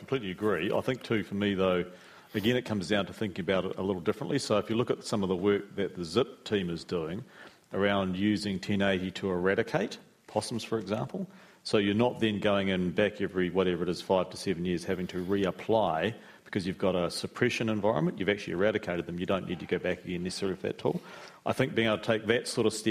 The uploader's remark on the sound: A panel discussion. With five experts in pest biology and large scale eradication porjects.